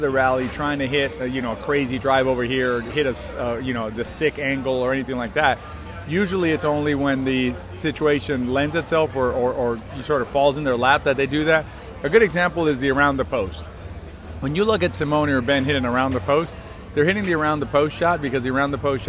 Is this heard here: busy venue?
yes